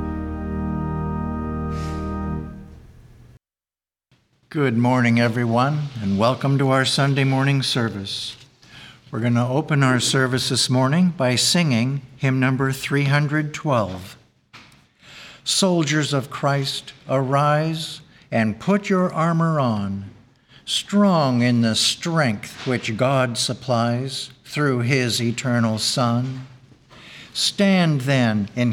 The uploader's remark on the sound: The Sunday service audio